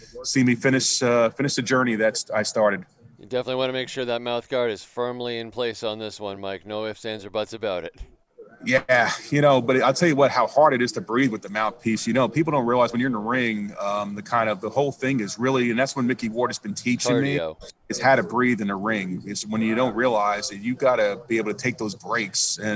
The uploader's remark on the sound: Radio Row in Tampa Bay. Live from Radio Row.